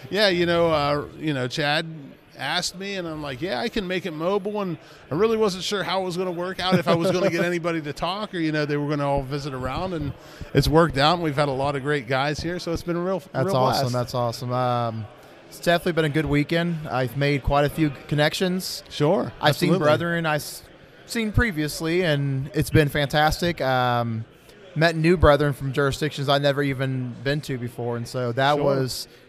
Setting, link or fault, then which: setting, busy venue